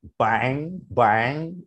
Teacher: It's the lowest tone. So you've got to like get it out from your throat. It's like bang, bang.